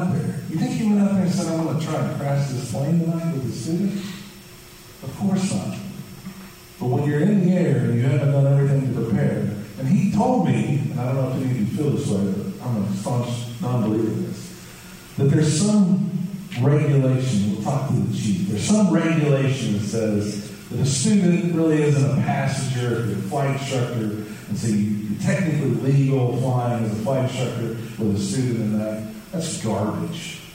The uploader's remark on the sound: LIVE at EKU!